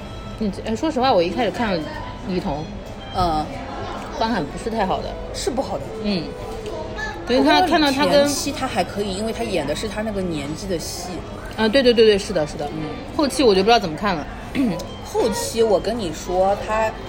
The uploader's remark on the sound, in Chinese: 本次录制花费：Green & Safe 人均100多吧。